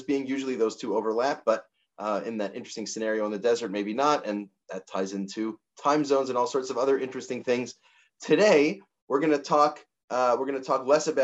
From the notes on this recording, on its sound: This audio was captured from Zoom on 03/13/2022 as part of Drisha's Spring Zman.